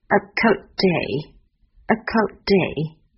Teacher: A cold day.寒冷的天气。这里呢 Cold 是以的结尾的，day 是以的开始的。那他们两个人在一起，原本会念成 a coldday，但是在实际去读的时候呢，两个相邻的单词首末尾音相同，那么我们可以不必重复发音，我们会弱化，弱化哪一个呢？弱化末尾的那一个，留下口型不发音。